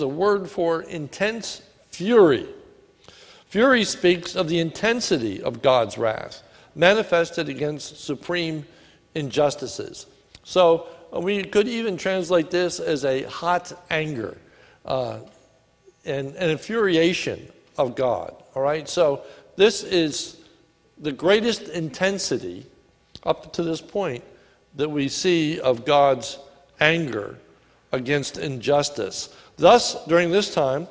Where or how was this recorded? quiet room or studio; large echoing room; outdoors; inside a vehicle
large echoing room